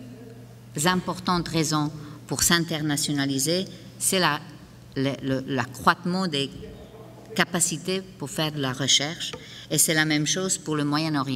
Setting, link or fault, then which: setting, live audience